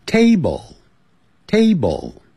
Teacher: table 有一个 L，所以呢舌尖要抵上去哦